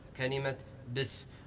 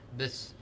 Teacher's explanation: والصواب أن نقول بس بفتح الباء · Shown in: second take